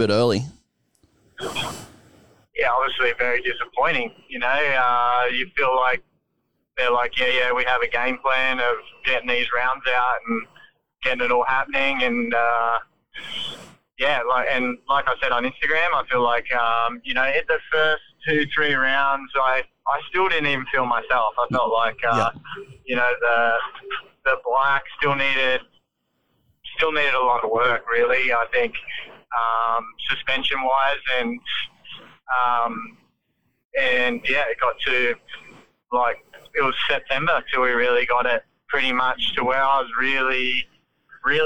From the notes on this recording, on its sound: Jumps on the phone.